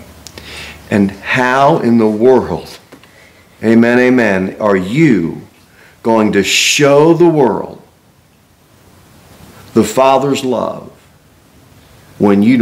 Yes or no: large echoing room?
yes